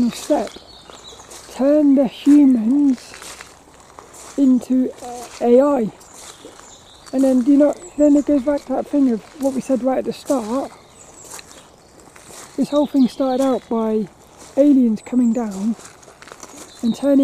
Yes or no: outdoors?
yes